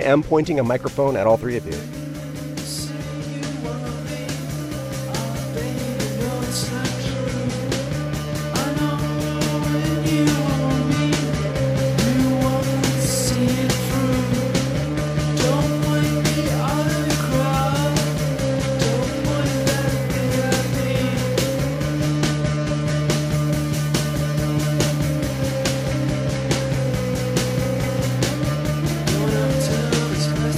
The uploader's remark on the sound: I hung out with the band in the van right before the last show of a west coast tour in their old hometown Vancouver.